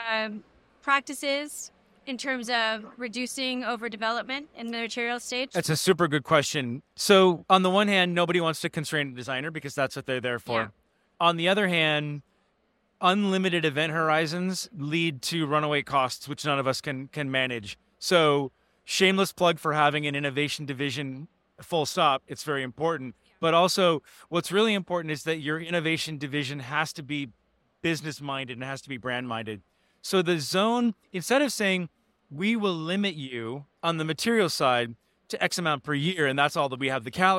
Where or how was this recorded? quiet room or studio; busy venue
busy venue